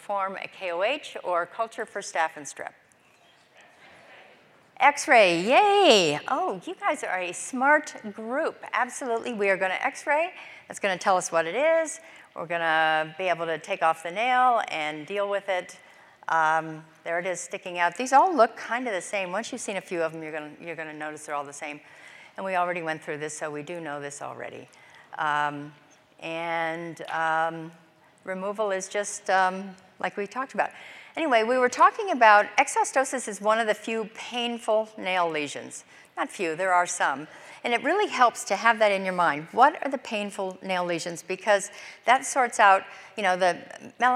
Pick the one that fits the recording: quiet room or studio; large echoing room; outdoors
large echoing room